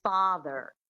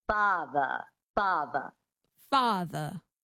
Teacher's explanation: in this accent, the transatlantic accent, you drop the R and you make it a schwa · Shown in: second take · which is a phonetic symbol for an unstressed syllable, like a primitive grunt.